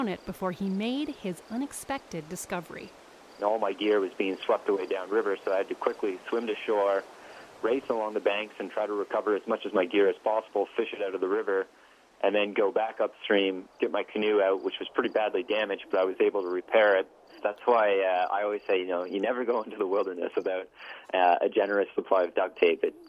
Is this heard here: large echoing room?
no